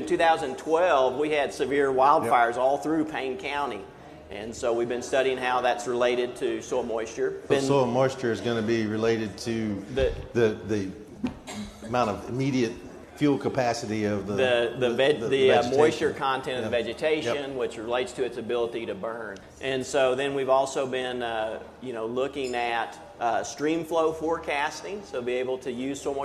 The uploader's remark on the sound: This podcast was recorded at Research on Tap. Research on Tap is held on the third Monday at every month at Stillwater's Iron Monk Brewery. The public is invited to hear presentations from leading researchers at Oklahoma State University.